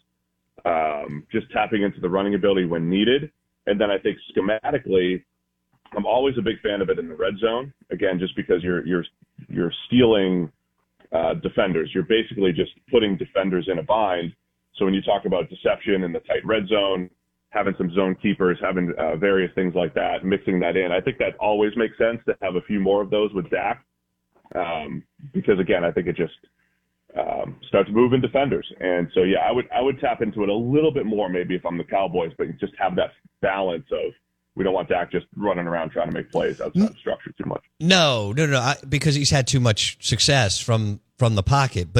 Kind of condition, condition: link, phone line